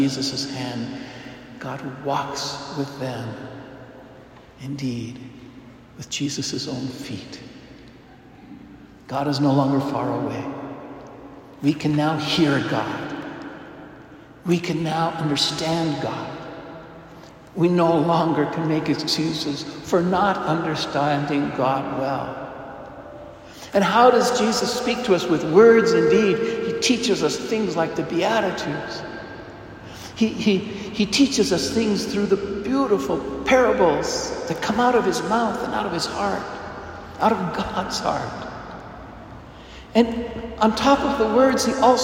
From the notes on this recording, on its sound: Homily delivered to the Saint Francis Catholic Community, Cuenca, Ecuador.